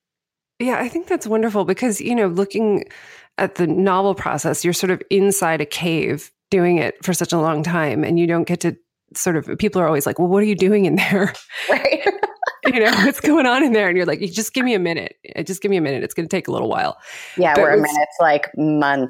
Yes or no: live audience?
no